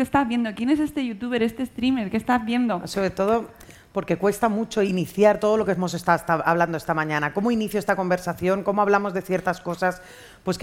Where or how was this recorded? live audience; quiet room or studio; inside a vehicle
live audience